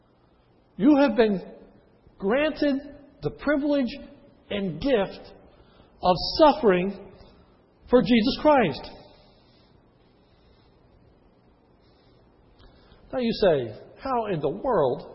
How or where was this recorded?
large echoing room